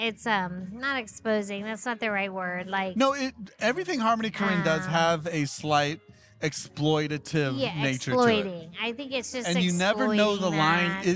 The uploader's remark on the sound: This episode was recorded at Common Dialect Beerworks in Tampa, Florida